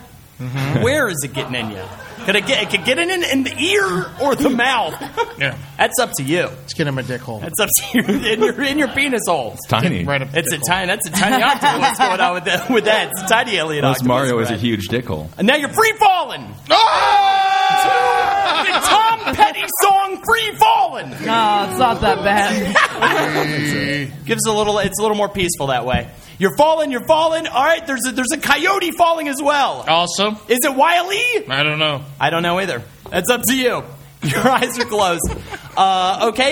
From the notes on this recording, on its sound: Live at the Creek and the Cave! It’s our first ever live episode!